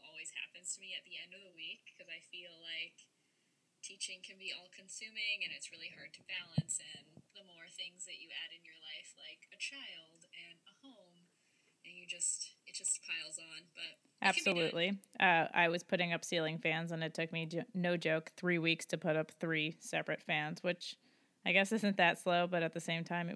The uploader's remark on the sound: We figured out how to podcast from two locations (yay!). We made a rookie mistake and the sound quality is lacking.